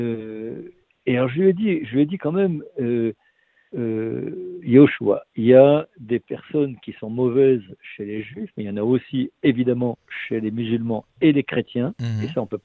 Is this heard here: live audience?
no